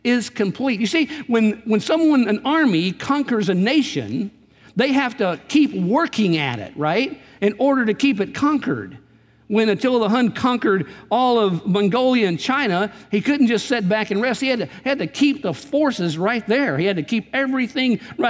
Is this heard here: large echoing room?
yes